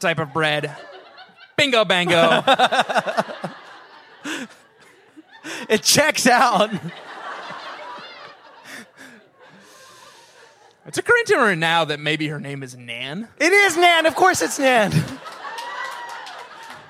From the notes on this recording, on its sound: Live at Littlefield in Brooklyn, NY. This is the first (and therefore, currently, best) BSCC live show!